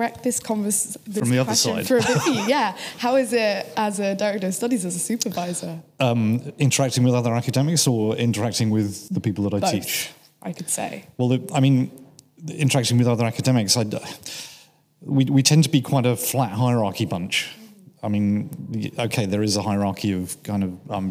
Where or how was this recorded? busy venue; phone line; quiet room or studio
busy venue